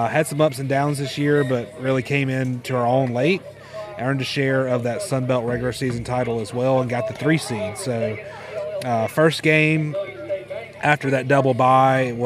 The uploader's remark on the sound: The guys venture to "Soso-ish" up in Jones county for the West Jones and PCS high school baseball game. Recorded the episode live from the left field perch at the West Jones Stadium.